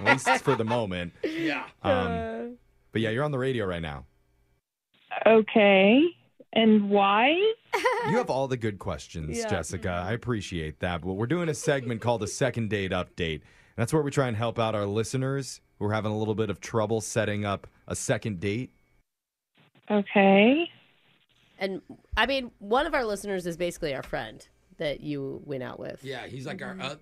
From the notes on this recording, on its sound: the woman on the phone today